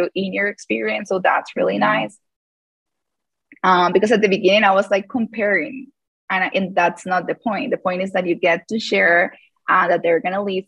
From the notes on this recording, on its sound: In this live call